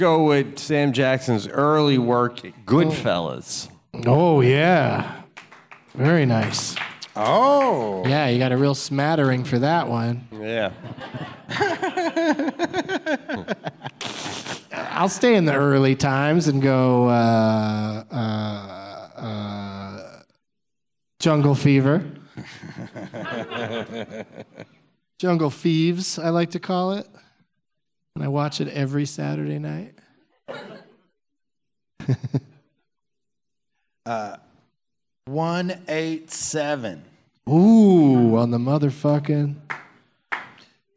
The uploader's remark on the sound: Live from the Improv in Tempe